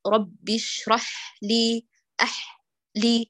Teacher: هذا الخطأ وارد، أن تقول القارئة رب اشرح لي أحلي، فتجعل بين الحاء واللام سكتة بدون تنفس